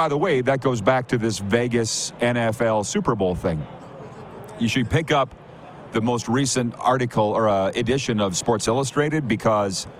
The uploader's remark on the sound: LIVE from Radio Row at Super Bowl in Las Vegas, Nevada!